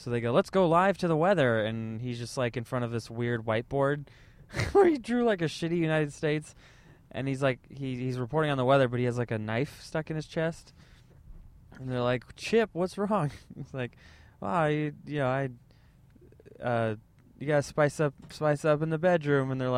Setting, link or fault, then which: setting, inside a vehicle